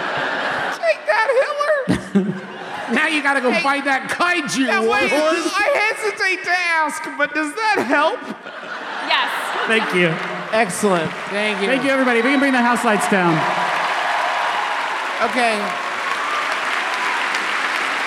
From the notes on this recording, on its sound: another live show from our most recent tour: Our maiden voyage to the good city Philadelphia.